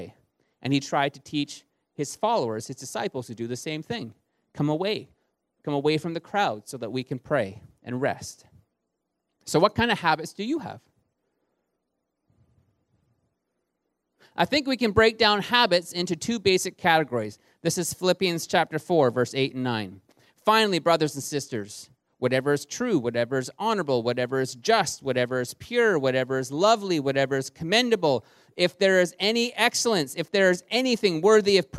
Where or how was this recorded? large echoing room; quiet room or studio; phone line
large echoing room